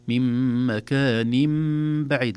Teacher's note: نون التنوين مكان انقلبت مكان م. لماذا؟ بسبب الباء بعدها. طبعا هذا كله عند الوصل، من مكان بعيد، لا نقول مكان بعيد، لا، مكان بعيد. · Term: الإقلاب